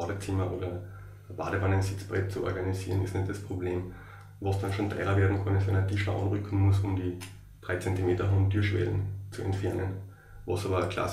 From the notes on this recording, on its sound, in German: Ungeplant und quasi frisch vom Siechenbett. Aufgrund meiner schweren Verkühlung und den damit verbundenen Aufnahmebedingungen, reduzierter Audioqualität. Man beachte die wummernde Waschmaschine im Hintergrund im letzten Drittel des Podcasts. Angesichts der widrigen Umstände ging’s wirklich nicht besser.